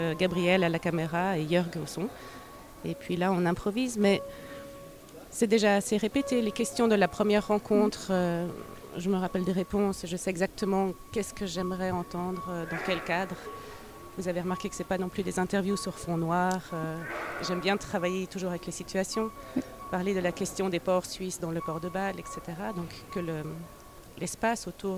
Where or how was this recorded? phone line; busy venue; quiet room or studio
busy venue